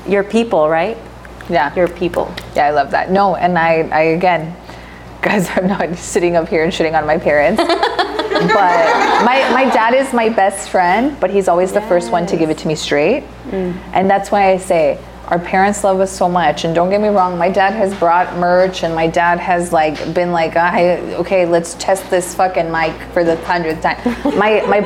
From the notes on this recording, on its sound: Live Podcast Event. Our very own Live Podcast recording.